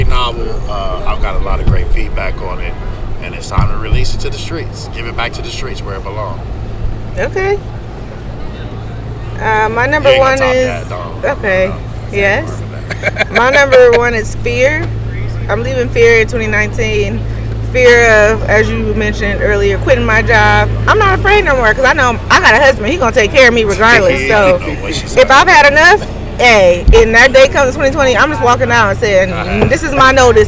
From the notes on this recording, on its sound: We're live from the Rose Bowl.